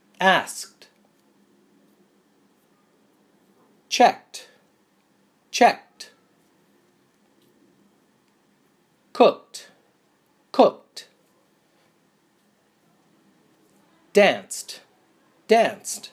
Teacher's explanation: verbs that end in voiceless sounds. That means your vocal cords do not vibrate